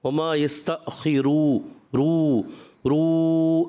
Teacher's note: رون آخر میں نون آتا ہے نا، اس میں تو آواز ناک میں ہی جائے گی، مگر جب واؤ مدہ جب ادا کر رہے ہوتے ہیں نا، وما يستأخرو رو رو، ابھی واؤ مدہ چل رہا ہے، اس دوران ناک میں نہ جائے. ہم اس پہلے ہی سوچ لیتے ہیں کہ نون آ رہا ہے تو ناک میں آواز جائے گی، نون میں جائے گی، اس سے پہلے نہیں جائے گی.